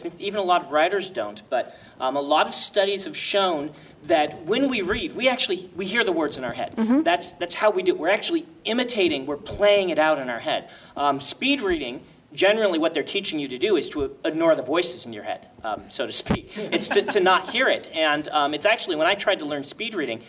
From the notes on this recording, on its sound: She joined us at WorldCon 67 in Montreal, and totally schooled us in front of a live audience.